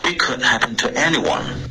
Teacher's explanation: anyone 结尾的 n 你顶了舌尖，可是你顶舌尖前出了一点点微妙的后鼻音